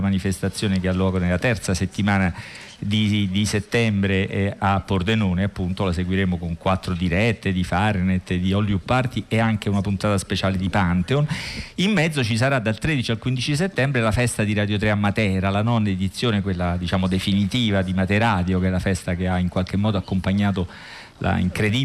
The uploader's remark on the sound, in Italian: FAHRENHEIT Festivaletteratura Mantova. In diretta da Mantova - Piazza Leon Battista Alberti - per la XXIII edizione del FESTIVALETTERATURA.